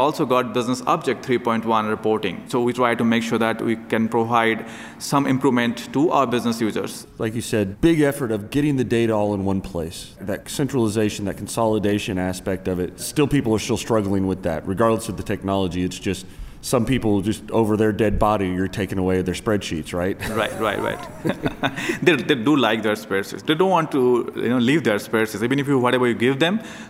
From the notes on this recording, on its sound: Recorded at TechEd 2016 in Las Vegas.